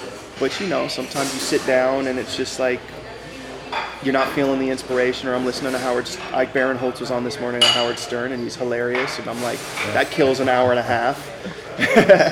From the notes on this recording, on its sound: A candid chat in a diner (excuse the background noise)